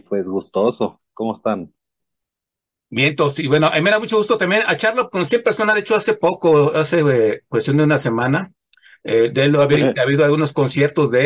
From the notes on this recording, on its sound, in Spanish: Charlamos via zoom